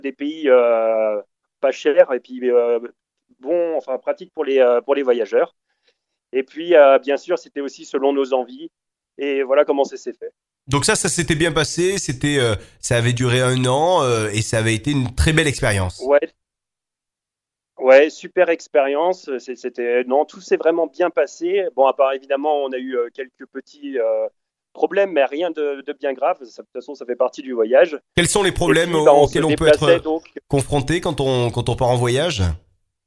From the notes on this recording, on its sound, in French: J'ai eu la chance d'avoir par téléphone